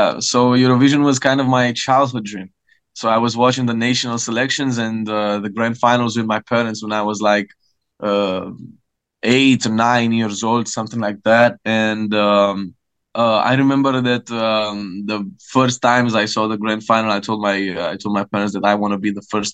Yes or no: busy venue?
no